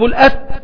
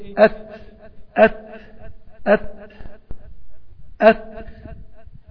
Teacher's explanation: يبقى أنا عندي مع التاء لازم يطلع النفس وكذلك مع الكاف · Shown in: second take · Term: صفة الهمس